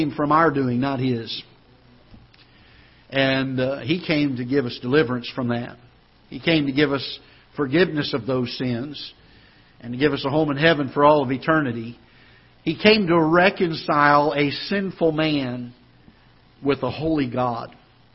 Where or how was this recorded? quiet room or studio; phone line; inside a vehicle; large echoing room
large echoing room